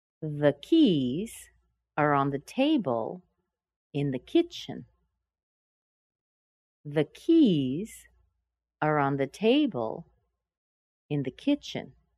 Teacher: We're stressing keys, table, and kitchen.